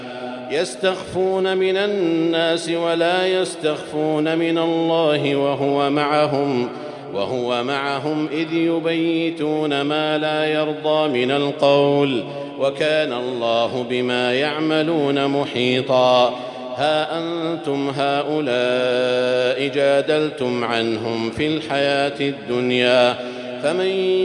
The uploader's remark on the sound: Ramadan 2020 Taraweeh Prayer in Masjid Al Haram, Makkah, Saudi Arabia